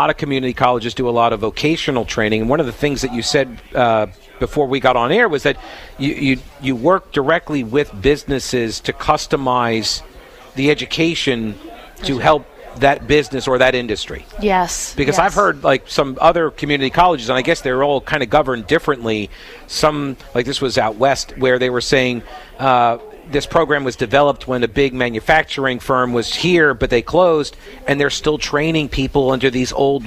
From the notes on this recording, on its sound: Broadcasting live from the 31st Annual Union County CrimeStoppers BBQ event!